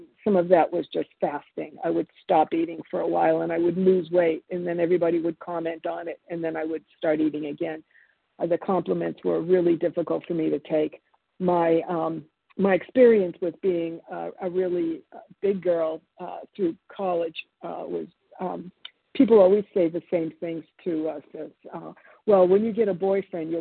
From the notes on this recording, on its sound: 100 Pounders Phone Meeting, 7/10/23.